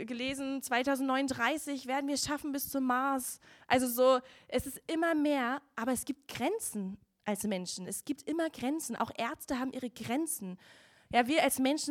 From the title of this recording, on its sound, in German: Gottesdienst Predigt